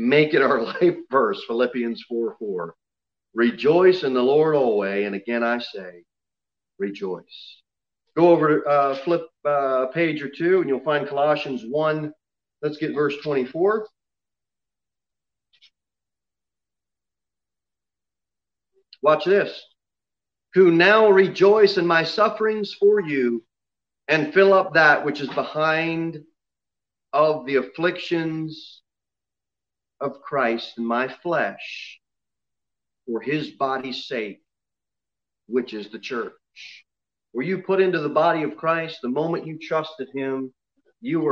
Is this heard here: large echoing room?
yes